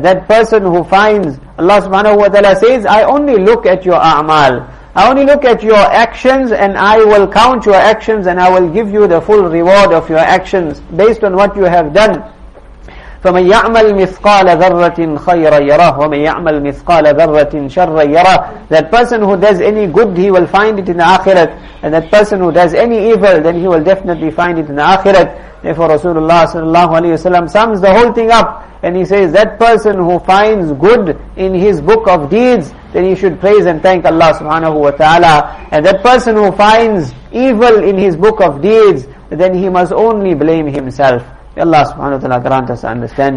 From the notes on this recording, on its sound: Jumuah lecture at Musalla Musab bin Umayr